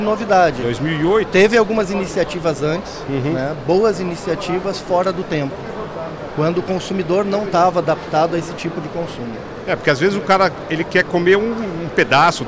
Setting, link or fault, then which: setting, busy venue